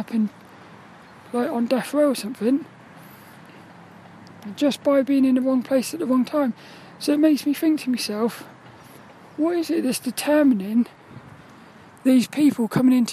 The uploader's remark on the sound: This 'About The Tings' episode was a walk and talk around the squirrel park